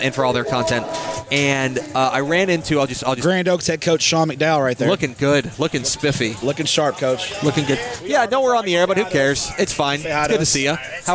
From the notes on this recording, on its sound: Live on tape from the 2023 Texas High School Coaches Association Coaching School and Convention in Houston